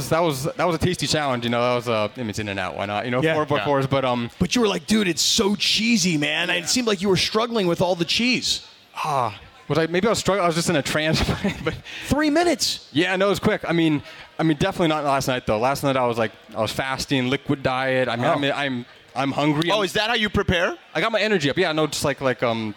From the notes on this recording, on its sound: LIVE from Yaamava Resort & Casino.